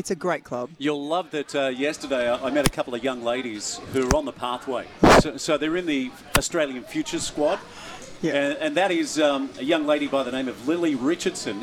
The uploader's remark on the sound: Saturday's on the coast is live from Gosford Sailing club.